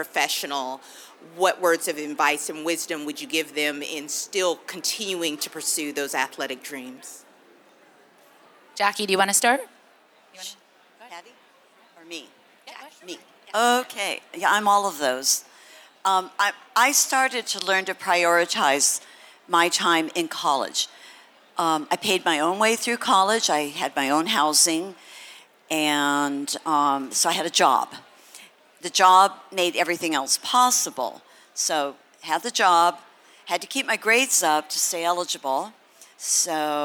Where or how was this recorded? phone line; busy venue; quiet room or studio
busy venue